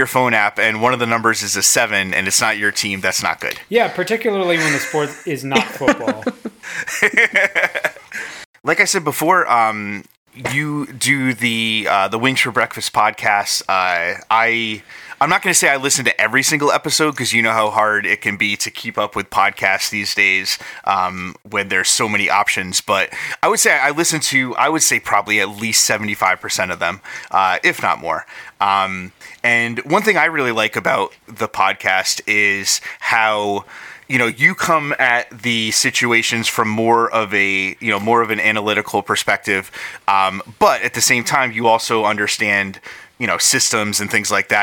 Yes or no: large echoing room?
no